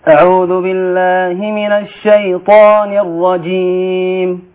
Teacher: فما اقولش اعوذ بالله من الشيطان الرجيم طاء، لا اقول طاء، اعوذ بالله من الشيطان الطاء، من الشيطان الرجيم، وفخم الراء في الرجيم